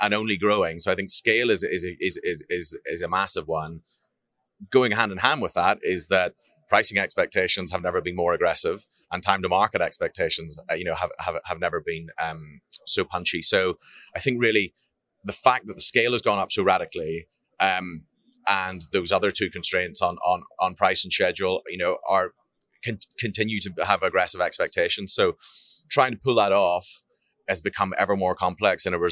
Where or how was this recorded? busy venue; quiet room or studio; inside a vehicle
busy venue